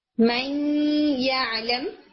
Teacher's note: جب آپ ادغام کرتے ہیں تو نون ساکن یا تنوین میں پایا جانے والا نون نیکسٹ لیٹر کے اندر مدغم ہو جاتا ہے اور نیزل ساؤنڈ آتی ہے، ناک میں آواز آتی ہے، ٹھیک ہے. · Term: غنہ کے ساتھ ادغام